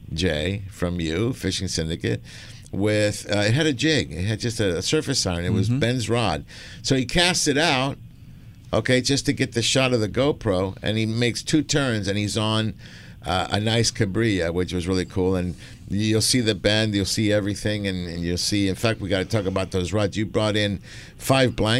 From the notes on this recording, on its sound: "LIVE" from Angel Stadium in Anaheim, CA